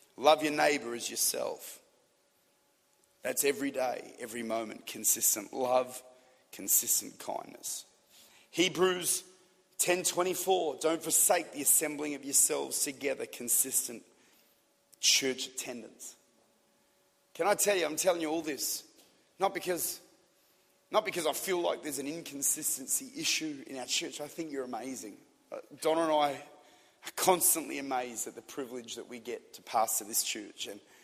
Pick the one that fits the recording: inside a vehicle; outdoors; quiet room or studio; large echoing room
large echoing room